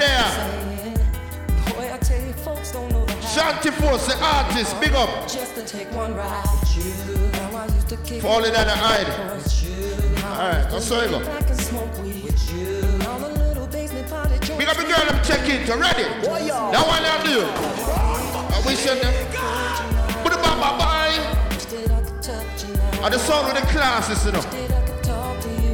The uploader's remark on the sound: LIVE AUDIO CRACKER BARBER PARTY.